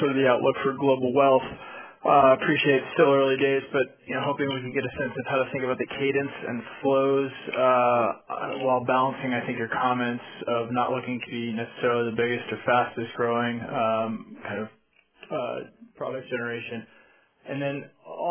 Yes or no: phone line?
yes